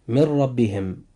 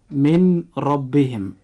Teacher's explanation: أيضا مثال آخر: من ربهم. وجود حرف الراء في كلمة ربهم جاء بعد حرف النون الساكن في من، فهنا يجب أن يحدث إدغام بغير غنة · Shown in: first take